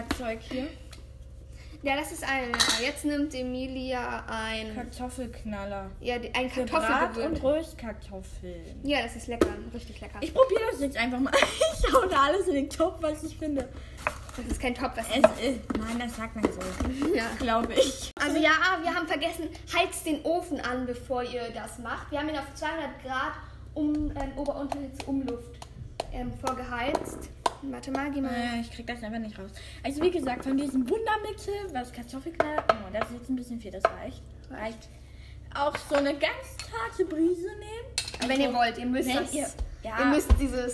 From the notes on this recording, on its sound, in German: sorry auch für die Nebengeräusche, die cuts